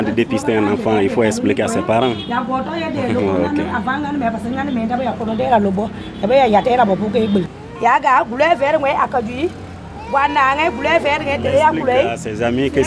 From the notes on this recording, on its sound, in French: Nous avons rencontré cette initiative liée à l'alimentation durable lors de notre voyage à vélo en Afrique. Le podcast a été enregistré en pleine rue, la qualité de son est donc peut-être moins bonne que d'habitude.